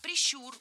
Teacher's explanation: Ударение в этом слове ставим на второй слог. Да там его и оставляем во всех формах. Только прищур, прищура, прищуре.